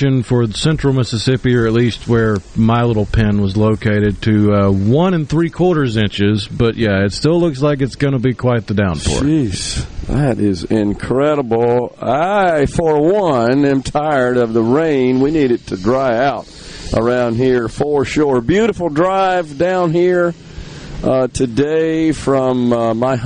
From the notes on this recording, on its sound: Is LIVE from Walley Properties in Ellisville. Under the SuperTalk Mississippi tent.